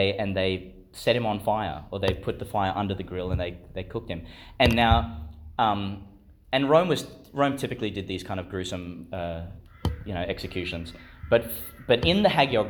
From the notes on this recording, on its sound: Homily for the Feast of Saint Lawrence, Deacon, Martyr, delivered in Chanel College Chapel, Gladstone.